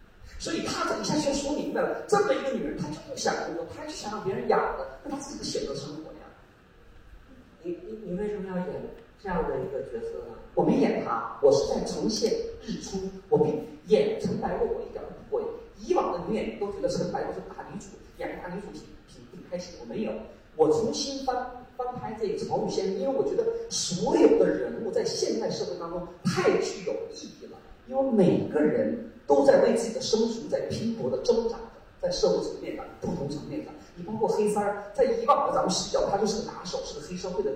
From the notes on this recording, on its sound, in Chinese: 第八届乌镇戏剧节。让我们一起走进乌镇戏剧节的现场。